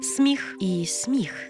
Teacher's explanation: точно пом'якшує звук «м». Але звук «с» може бути як твердим, так і м'яким · Term: варіантна вимова